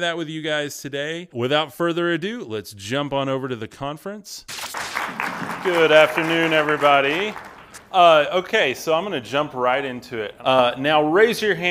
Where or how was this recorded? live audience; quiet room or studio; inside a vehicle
live audience